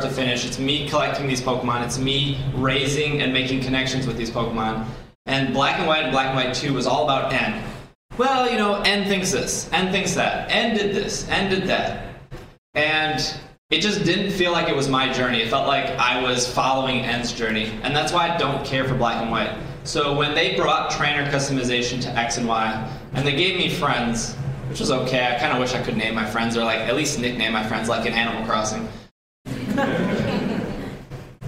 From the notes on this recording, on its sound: Live at C2E2. This podcast was recorded live.